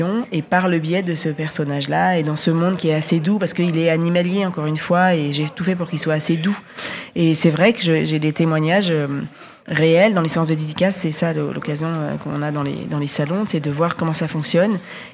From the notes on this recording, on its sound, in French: Était sur les radios de la FRAMA en direct du salon du livre samedi 1er octobre 2022.